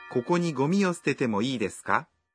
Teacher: If you add か at the end of the sentence and say it with a rising intonation, you can turn it into a question instead.